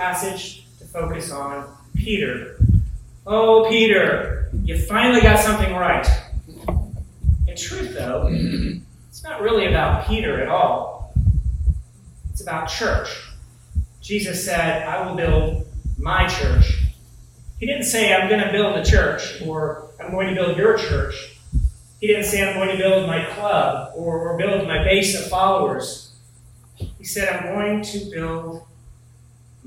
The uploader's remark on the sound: sermon from Wilmington's Historic Lebanon Chapel